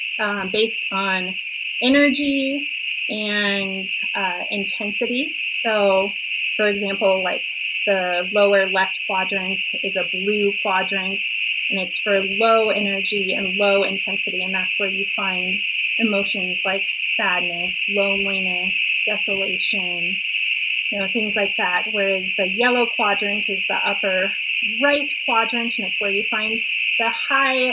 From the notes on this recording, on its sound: I deeply apologize for the compromised sound issues